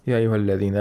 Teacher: So the long vowel alif turns into the fatha, which is the short vowel equivalent or appropriate with respect to aliful mad.